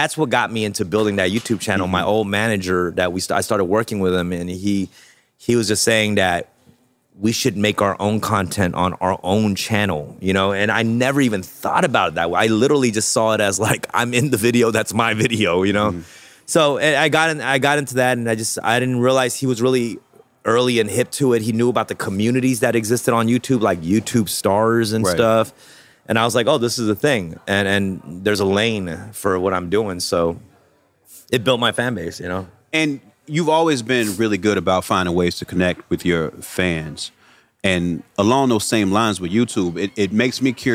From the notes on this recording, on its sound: This episode was recorded live at The Growcery dispensary in LA courtesy of Smarty Plants.